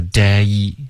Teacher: Days 双元音，你刚刚发成 de，应该是 day。